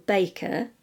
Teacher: the R in baker is silent because it isn't followed by a vowel · Term: linking R